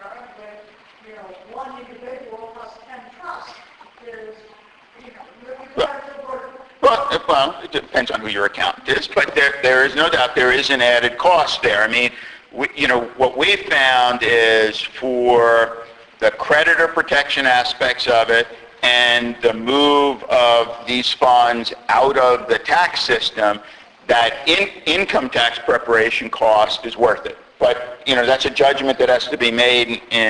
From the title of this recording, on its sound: Reunions Seminar 2010